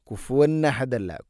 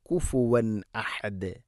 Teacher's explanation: സാക്കിന നൂന് ശേഷം ഹംസ വന്നാൽ ഇദ്ഹാർ വെളിവാക്കി ഉച്ചരിക്കണം. · Shown in: second take · നൂനിനെയും ഹംസയൊക്കെ കൃത്യമായിട്ട് ഉച്ചരിക്കണം.